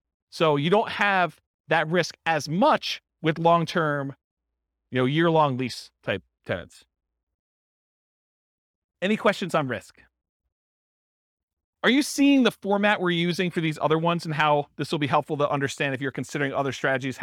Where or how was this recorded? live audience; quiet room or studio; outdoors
live audience